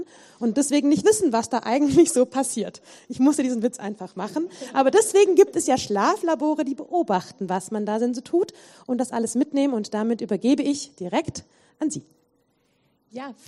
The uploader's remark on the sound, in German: Vortrag und Podiumsdiskussion